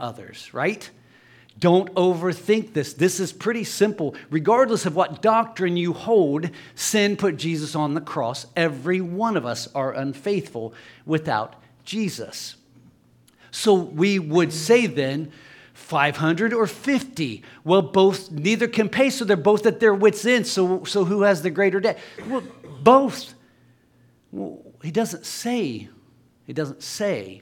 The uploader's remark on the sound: LIVE Services at Sunshine.